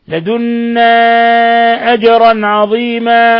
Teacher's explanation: ثم النون المشددة في لدنا تغن مقدار حركتين · قلقلة الجيم لسكونها لأنها من حروف قطب جد